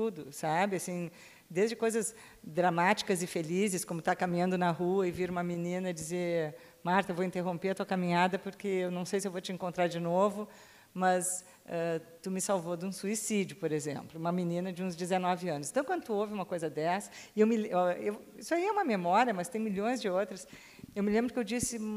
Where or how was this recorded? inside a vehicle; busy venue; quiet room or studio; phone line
busy venue